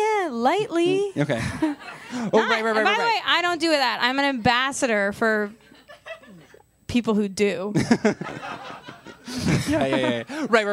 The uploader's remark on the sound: We had an amazing time at our live show as USUAL.